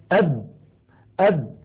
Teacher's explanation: مهما ضغطت فإن الشفتين قد انطبقتا على الباء